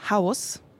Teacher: Bei einem stimmlosen S wie in Haus fehlt diese Vibration bei dem S.